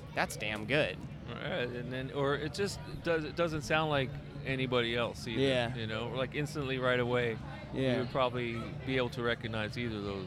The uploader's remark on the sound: Emcee of the Rockin' Robinson festival in Orlando's Milk District. Stops by The Marinade tent.